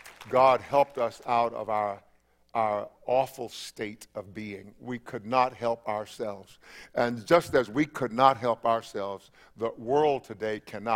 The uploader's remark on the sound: Christmas Eve Service 7:00 p.m. 12/24/20